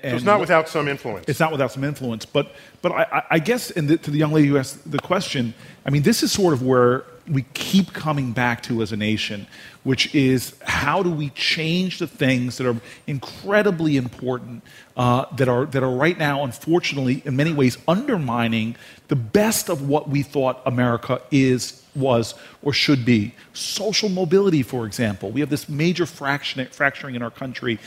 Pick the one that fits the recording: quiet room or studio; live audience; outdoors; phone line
live audience